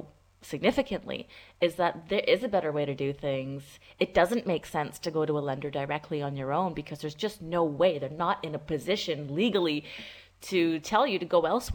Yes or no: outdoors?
no